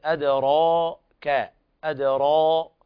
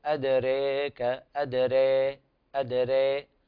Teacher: وهو تقريب الألف إلى الياء وكذلك الفتحة من الكسرة · Shown in: second take · من بدون مبالغة في الإمالة، من غير قلب خالص ولا إشباع مبالغ فيه. · Term: الإمالة الكبرى